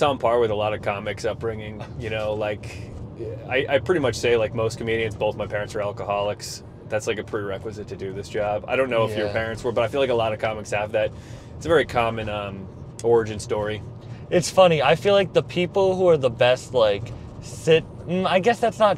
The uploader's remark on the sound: Recorded driving around Rhode Island